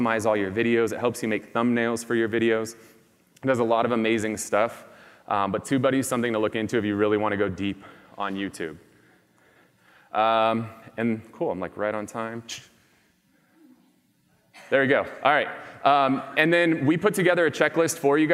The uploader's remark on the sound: speech at BombBomb's ReHumanize conference held earlier this year